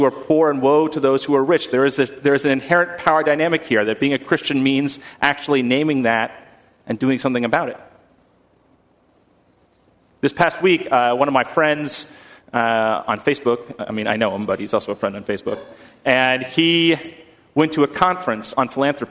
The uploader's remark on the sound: at First Congregational Church of Houston